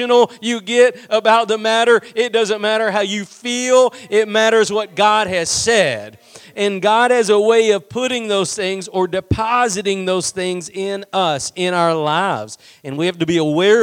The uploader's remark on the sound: Preached at Gospel Lighthouse in Bossier City, La.